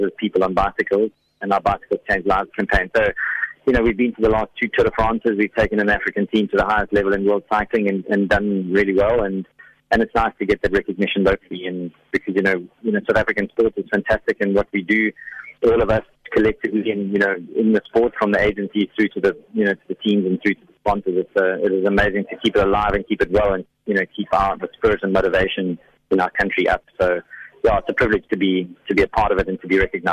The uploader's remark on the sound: GUEST (Phone)